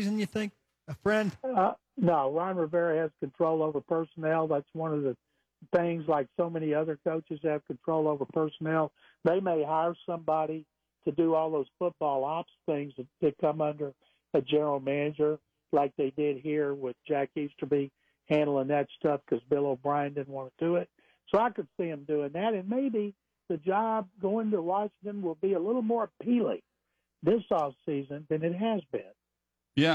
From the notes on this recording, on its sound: takes your calls